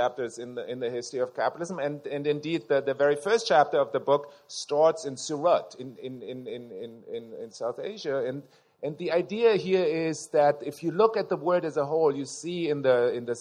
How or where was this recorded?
live audience